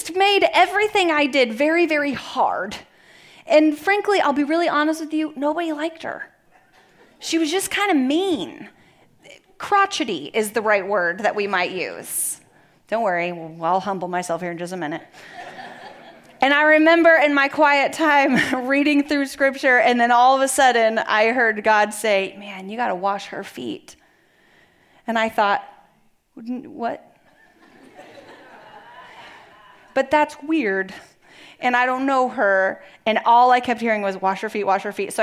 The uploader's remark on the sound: Message delivered at the Benicia campus